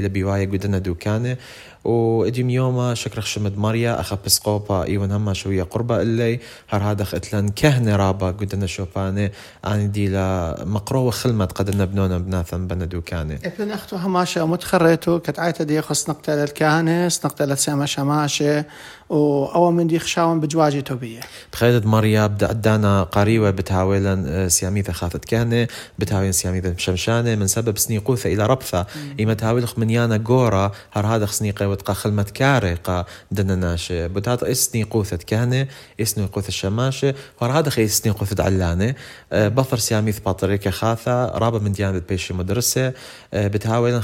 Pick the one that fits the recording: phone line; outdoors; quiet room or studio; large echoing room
quiet room or studio